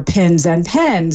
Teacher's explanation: if you merge your pins and pens, that would be an accent difference from those that don't